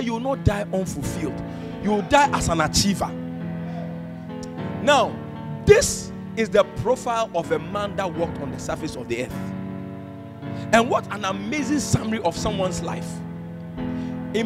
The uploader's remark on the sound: This message was preached on 20th February, 2022 at the ATU Auditorium.